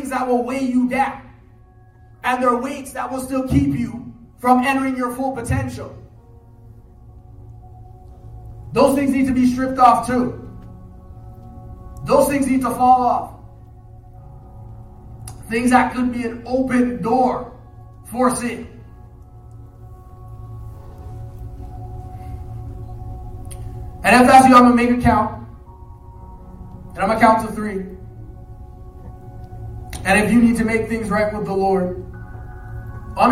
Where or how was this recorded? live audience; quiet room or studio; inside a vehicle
live audience